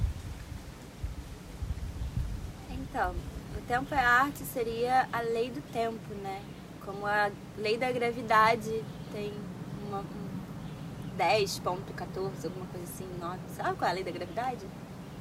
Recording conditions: phone or laptop microphone